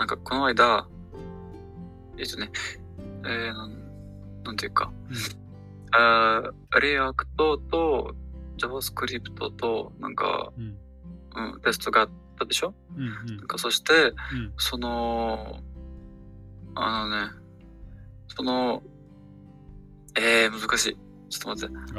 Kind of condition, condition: fault, poor sound quality